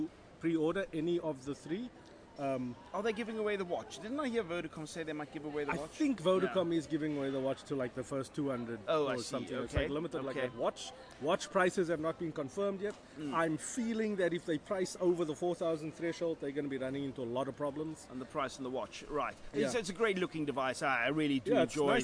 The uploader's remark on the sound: Recorded at Cape Town International Airport